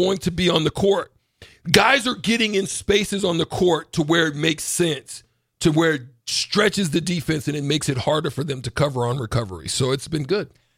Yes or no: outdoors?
no